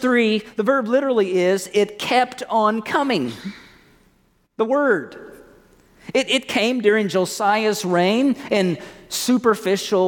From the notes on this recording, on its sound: At First Baptist Church in Mount Washington, KY.